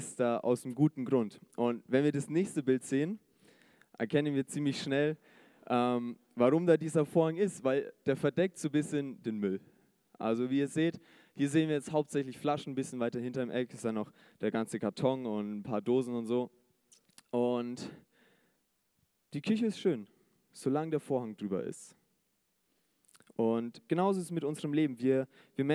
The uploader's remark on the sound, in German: Sonntagsgottesdienst. ICF-Nürnberg.